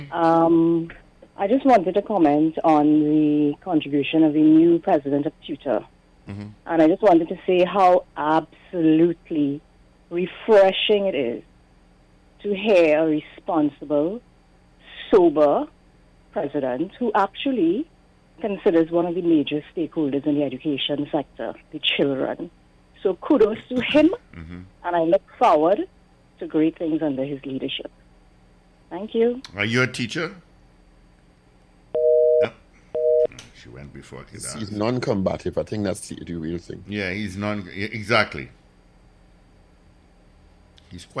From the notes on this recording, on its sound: we take more calls from the audience